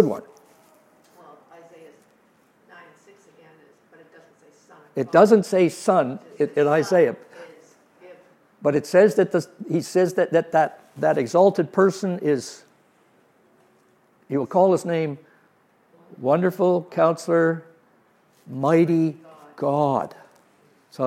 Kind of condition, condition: setting, live audience